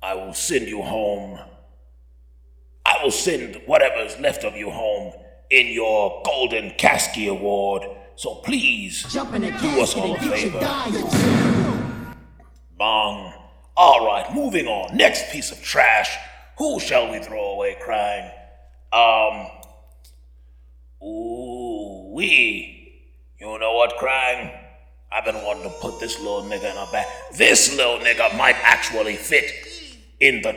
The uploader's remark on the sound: Audio's got a lot of reverb due to the giant cavernous hall we were